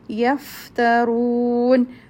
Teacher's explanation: fa will have rakhawa that means continuity of sound